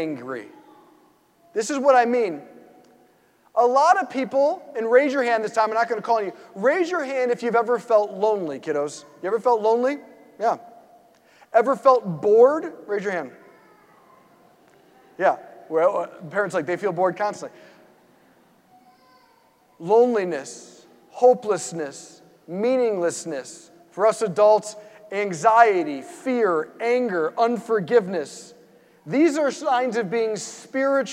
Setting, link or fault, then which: setting, large echoing room